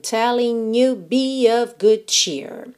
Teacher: o you fica bem no finalzinho, assim, já bem fraquinho